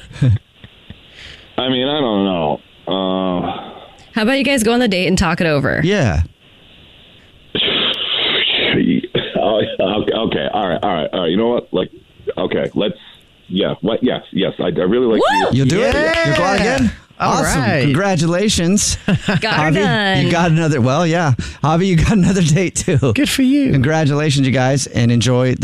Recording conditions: phone line